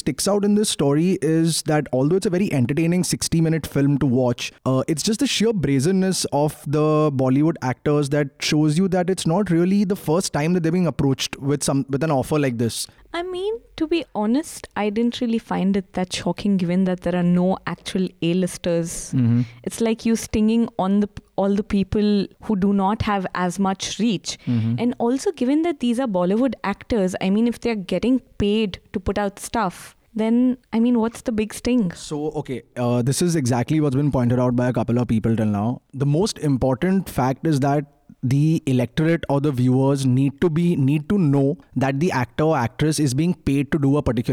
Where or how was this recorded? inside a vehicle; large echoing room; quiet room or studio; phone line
phone line